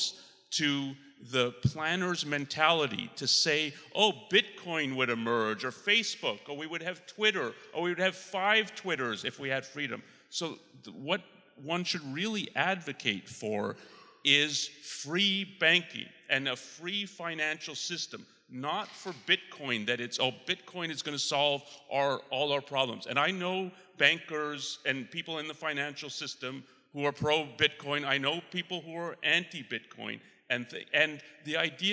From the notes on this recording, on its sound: Attendees take this final opportunity to pose any lingering questions the conference may have raised. Recorded live at Ayn Rand Con Europe 2023.